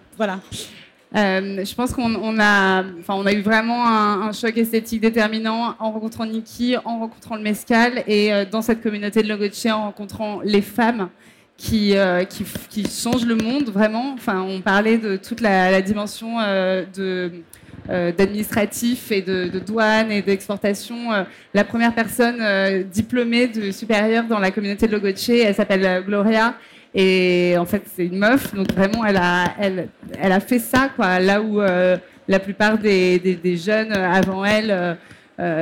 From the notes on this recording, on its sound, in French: Sur la Scène Liquide, Omnivore Food Festival 2021.